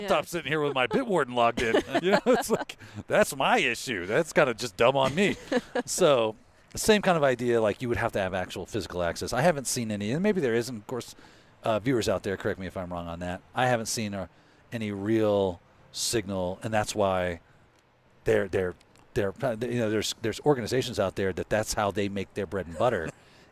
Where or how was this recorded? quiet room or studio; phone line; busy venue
busy venue